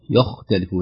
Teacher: مثلها بالضبط، يعني هذه في أول آية، مثلها آخر كلمة يختلفون، لا نقول يختلفون تتأثر الخاء بالياء ترقيقا، ولا يختلفون، ولا يخ بمعنى نفخم الياء، نقول يا يختلفون، نقول يختلفون ترقق الياء وتفخم الخاء